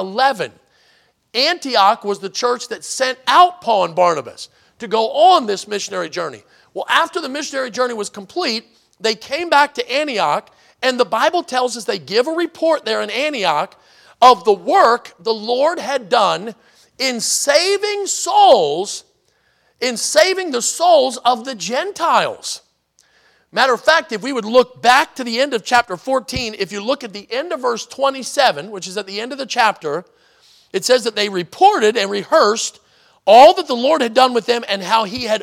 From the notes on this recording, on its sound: in the Sunday Evening Service on January 28, 2024, at Victory Baptist Church in Boonsboro, Maryland